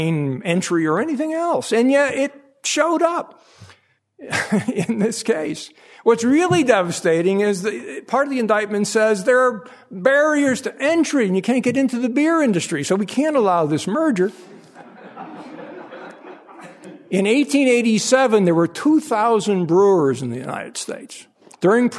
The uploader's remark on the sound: The Ludwig von Mises Memorial Lecture. Presented at the Austrian Economics Research Conference. Recorded 23 March 2013 at the Ludwig von Mises Institute.